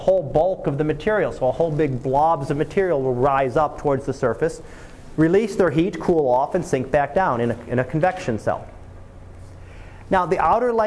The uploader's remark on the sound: Live Class Lecture.